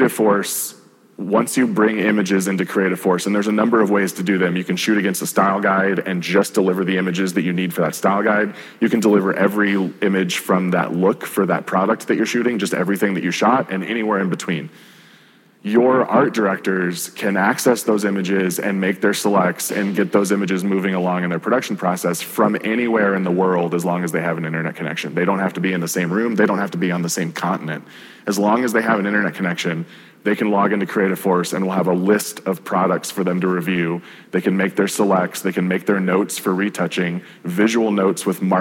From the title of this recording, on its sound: Live at the Salt Lake City Studio Mixer